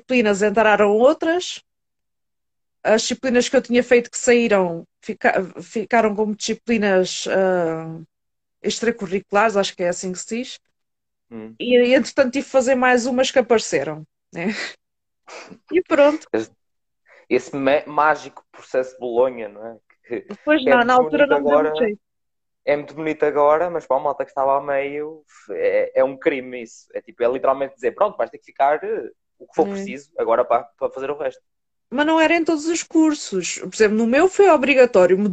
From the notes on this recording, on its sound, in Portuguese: Conteúdo LIVE no Instagram